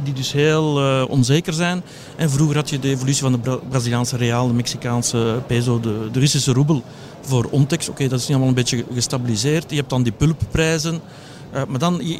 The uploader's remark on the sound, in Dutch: live vanop Finance Avenue